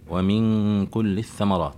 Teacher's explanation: نون ساكنة وأتى بعد حرف الكاف، الكاف من حروف الإخفاء